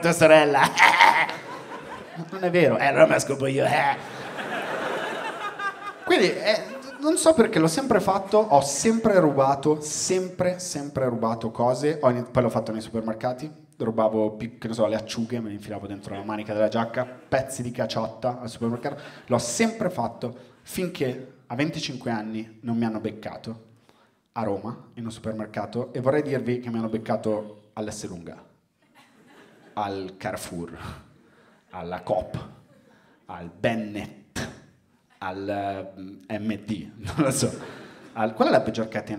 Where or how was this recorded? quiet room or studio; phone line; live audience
live audience